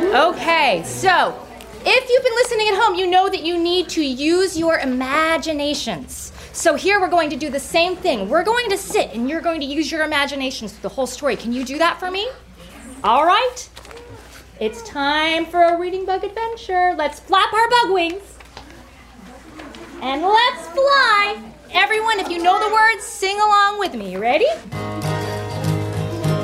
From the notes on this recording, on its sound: a special live episode, performed from The Reading Bug children's bookstore in San Carlos, CA.